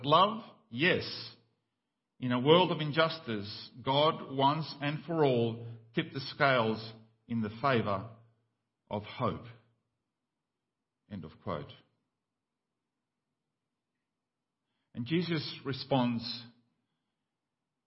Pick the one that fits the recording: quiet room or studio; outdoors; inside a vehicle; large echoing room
large echoing room